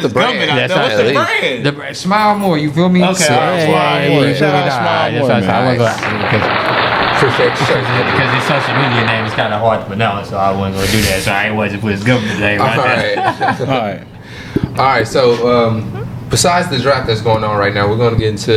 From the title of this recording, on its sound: Live from the NBA DRAFT